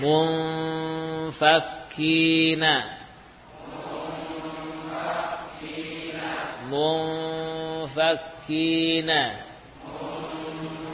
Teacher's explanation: Untuk ikhfa nun pada fa, bibir bawah mendekati dua gigi seri atas ya. Mendekati dua gigi seri atas.